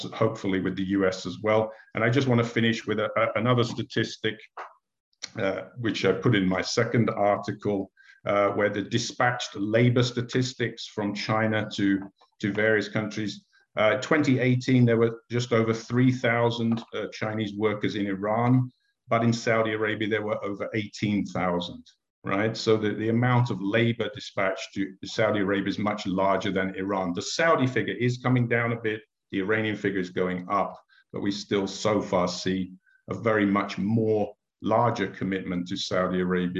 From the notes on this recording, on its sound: The Middle East Institute has hosted a panel of experts to tackle these and other questions. This public talk was conducted online via Zoom.